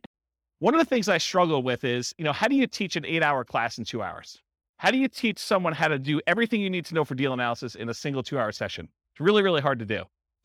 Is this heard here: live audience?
yes